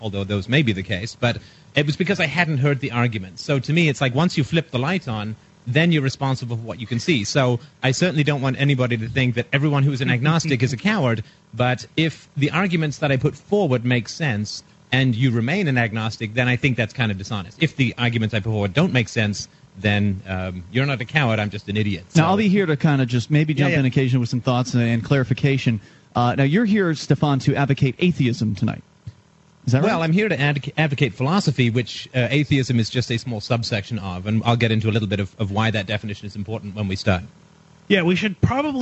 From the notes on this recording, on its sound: broadcast on Free Talk Live 25 June 2010, at the Porcupine Freedom Festival in New Hampshire